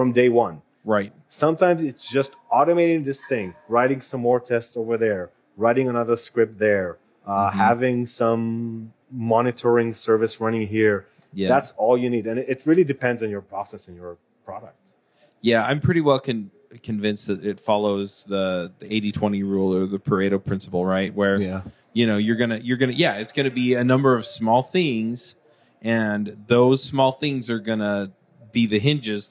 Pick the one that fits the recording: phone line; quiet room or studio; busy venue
busy venue